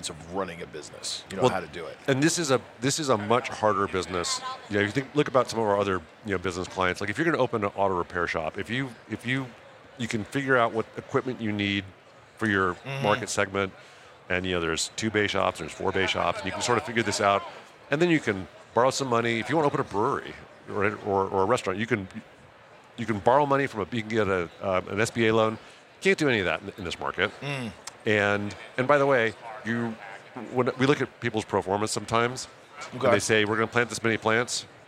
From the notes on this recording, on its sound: Recorded at MJBizCon 2023